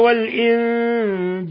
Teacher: والإنجيل اللام قمرية، وفي عندنا نون ساكنة وجاء بعدها الجيم، الحكم التجويدي إخفاء حقيقي